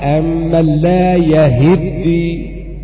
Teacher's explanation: وقرأ حفص بفتح الياء وكسر الهاء